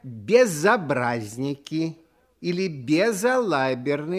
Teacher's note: В слове «безобразники» сосед приставки звук «о», а от соседей сильно зависит самочувствие всех приставок, которые оканчиваются на «з». Перед гласным звуком ясно слышится «з», и никакой ошибки сделать нельзя.